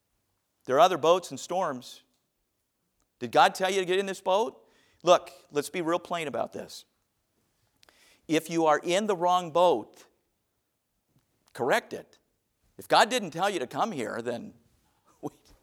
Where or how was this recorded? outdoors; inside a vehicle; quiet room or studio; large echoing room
large echoing room